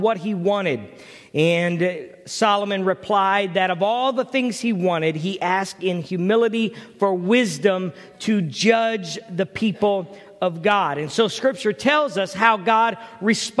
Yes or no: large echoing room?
yes